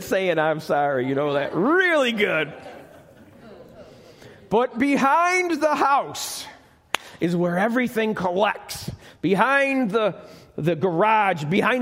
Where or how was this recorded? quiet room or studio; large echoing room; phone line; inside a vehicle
large echoing room